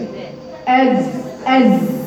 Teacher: لولا الصفير اللي في الزاي لصار الذال